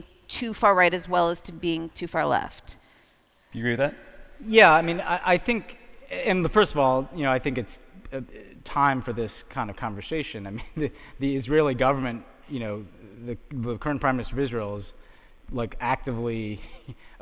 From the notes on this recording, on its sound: Record a special episode from D.C. Recorded at the conference.